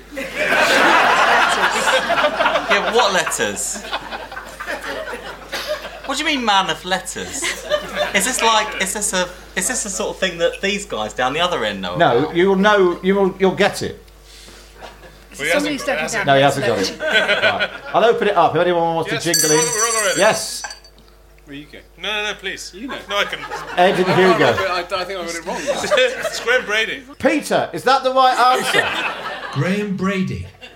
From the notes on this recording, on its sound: In front of a live audience in London.